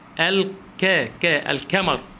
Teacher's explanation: تنطق القاف كاف، القاف ثقيلة على الأعجمي الأجنبي